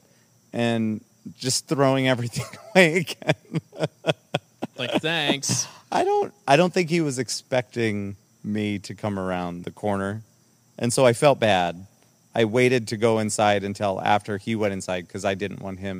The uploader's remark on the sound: Forced outside due to unfortunate events. Are at one with nature.